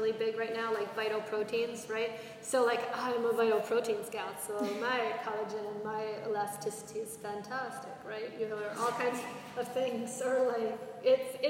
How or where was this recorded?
live audience